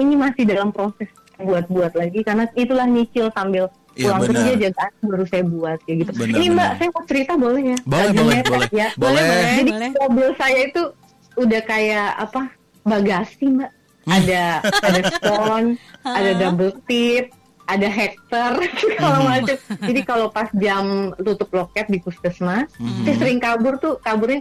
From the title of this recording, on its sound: ON THE PHONE